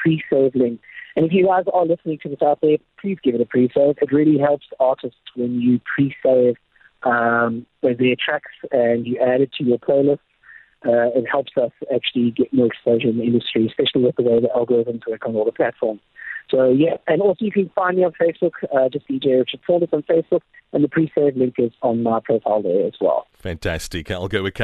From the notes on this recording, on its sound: caught up with him via the phone lines